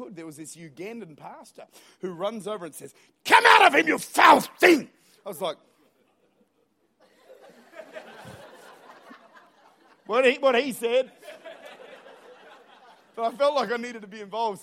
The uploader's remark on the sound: Recorded at Lifepoint Church, Adelaide, South Australia.